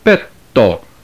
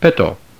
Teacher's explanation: In the case of those consonants which are stops, such as tau, a doubling of the tau would require literally a longer stop before proceeding to the next vowel · Shown in: first take